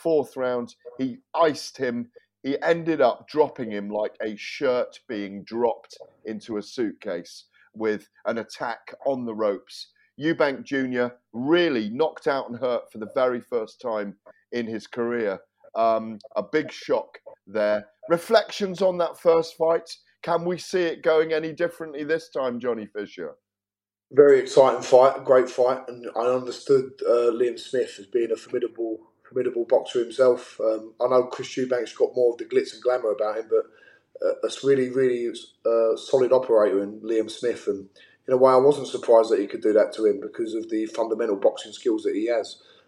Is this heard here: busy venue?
no